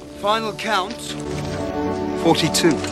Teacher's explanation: he puts the roughness into his voice, so that, you know, literally a rough tone to sort of represent, you know, how we understand this character.